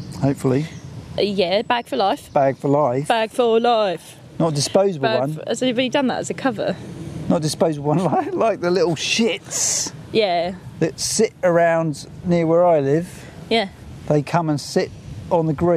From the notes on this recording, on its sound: a hot summer's ramble near Piddington with sheeps